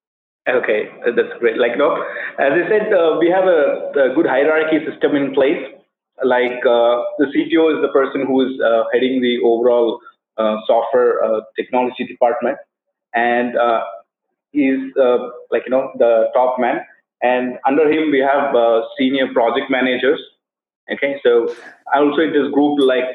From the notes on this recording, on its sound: This is a recorded skype call, I apologize about the audio quality.